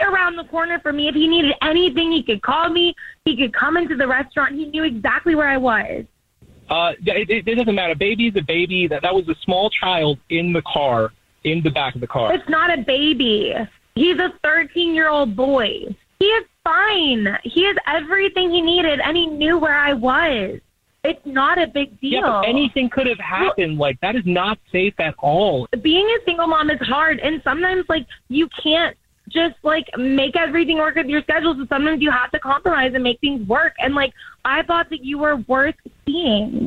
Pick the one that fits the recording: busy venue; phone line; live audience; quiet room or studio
phone line